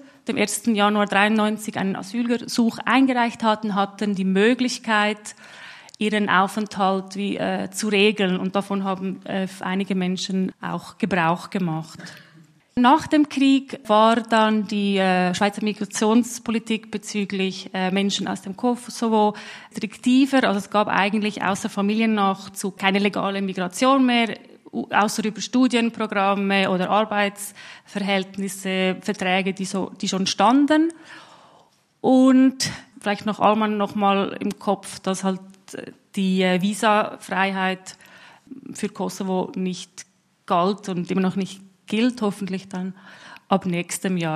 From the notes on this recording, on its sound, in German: 1. Teil der öffentlichen Podiumsdiskussion über Antibalkan-Rassismus.